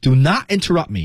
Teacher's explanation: Do not interruptme，那个 T 失去爆破